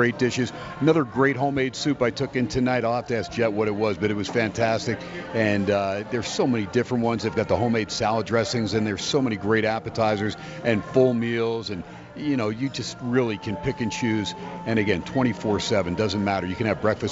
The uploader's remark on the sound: "Live" from Steiners Pub